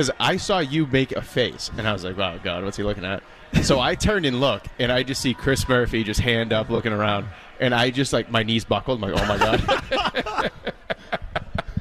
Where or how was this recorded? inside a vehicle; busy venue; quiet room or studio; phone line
busy venue